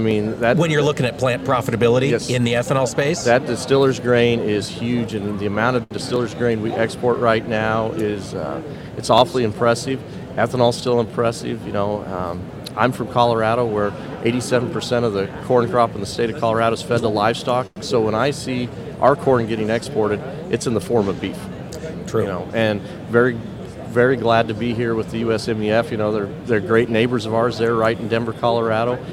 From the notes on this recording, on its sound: broadcasting from the convention center floor in Houston with our friends from National Corn Growers Association